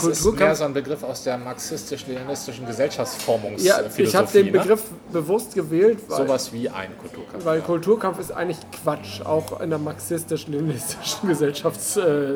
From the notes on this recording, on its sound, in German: Unterwegs: #BerlinCraftBeerCrawl - Kaschk und Brewdog.